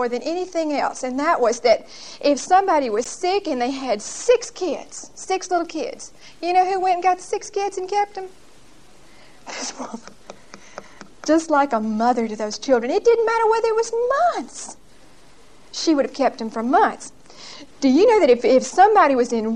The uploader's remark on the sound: Recorded 10/21/1975 at Whitesburg Baptist Church.